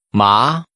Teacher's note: Using a rising tone, say numbing.